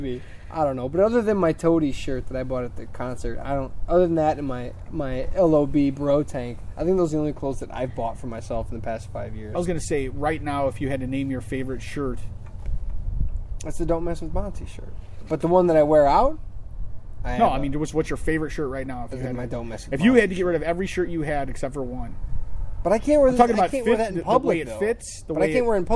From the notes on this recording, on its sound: HOPEFULLY IT WILL BE THE LAST ONE WE RECORD OUTSIDE